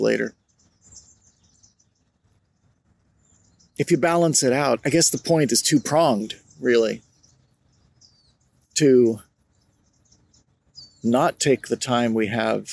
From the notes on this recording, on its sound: Recorded outdoors under the clear blue late winter skies at a park. I used Easy Voice Recorder Pro , an Android app, to record this episode. It’s outdoors, so it sounds a little different!